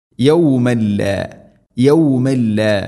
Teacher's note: തൻവീന് ശേഷം ലാം ഇദ്ഗാം ബിലാ ഗുന്ന മണിക്കാതെ കൂട്ടിലയിപ്പിക്കണം